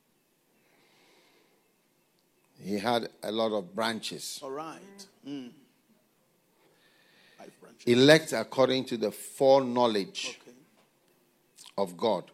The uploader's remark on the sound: Preached at the FLOW Church.